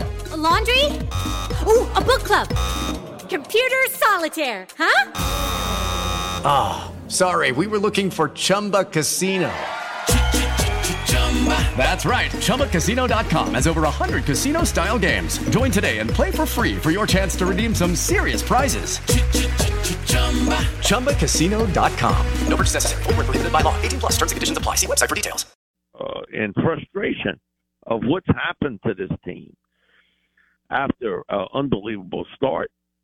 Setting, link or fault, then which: link, phone line